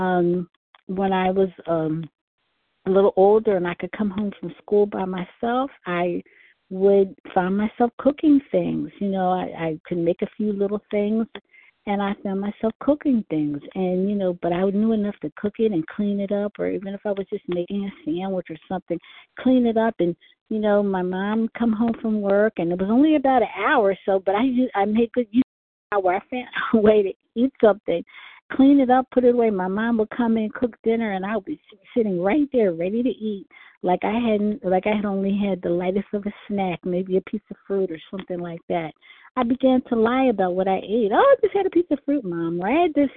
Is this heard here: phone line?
yes